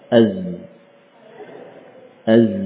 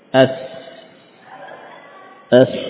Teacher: Yang membedakan di antara keduanya adalah dari sisi sifat ini, jahr dan hams.